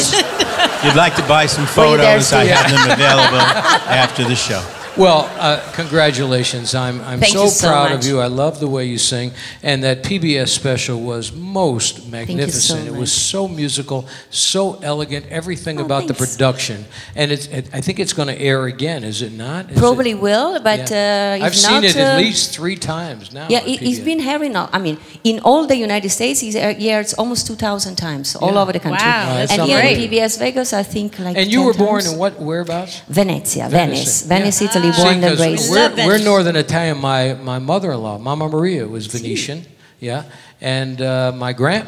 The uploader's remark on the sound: Live at the SouthPoint Casino